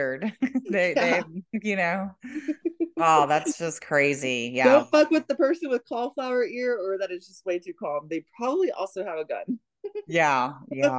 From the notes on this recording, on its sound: WIFI issues